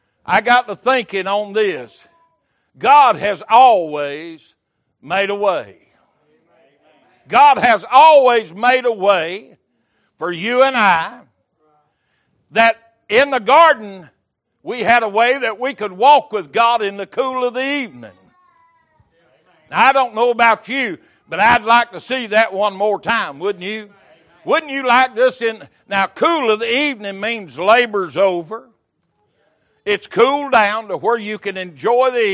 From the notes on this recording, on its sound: Recorded January 15, 2023 - Sunday Morning Service